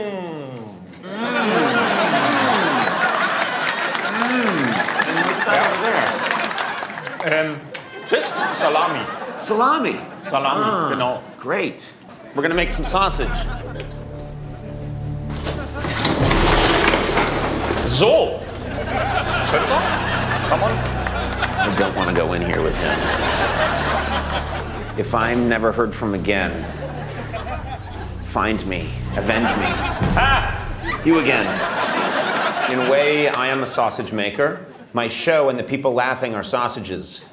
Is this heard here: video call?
no